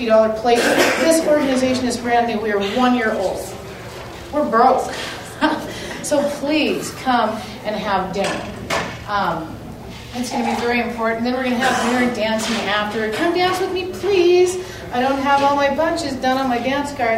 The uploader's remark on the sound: audio from the Helena Montana Medical Growers Assocation Cannabis Symposium